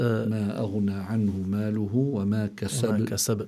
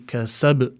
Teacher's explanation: However, if the ba or any other letter from huruf al-qalqala was at the end of the word, like for instance in Surat al-Fil, Surat al-Masad, then you must ما أغنى عنه ماله وما كسب. Then you must give the qalqala in this particular word more emphasis, because the ba is at the end, so you would say kasab to add more emphasis for the qalqala.